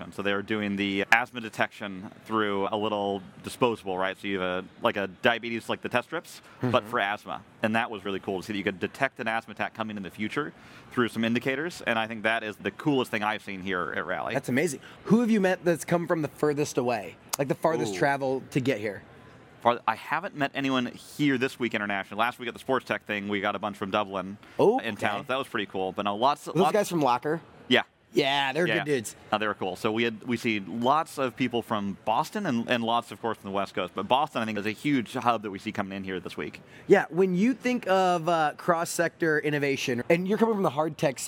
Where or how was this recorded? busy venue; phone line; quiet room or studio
busy venue